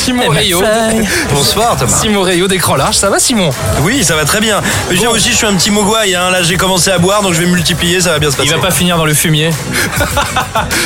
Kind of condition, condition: setting, busy venue